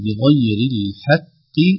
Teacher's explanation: إذا كانت الحاء بعدها حرف مفخم يحذر ويخشى أن تتأثر الحاء بالحرف الذي يأتي بعدها، فينبغي علينا أن نراعي ترقيقها